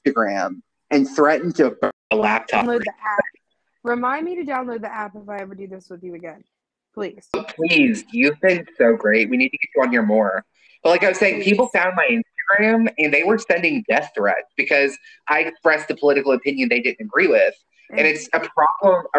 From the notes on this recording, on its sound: This episode's sound quality definitely took a ride on the struggle bus.